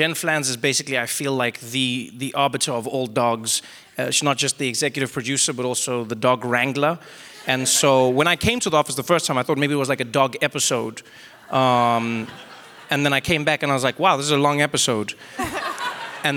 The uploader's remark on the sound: At the 2019 The Future of Everything Festival. To discuss the inner workings of The Daily Show at The Future of Everything Festival.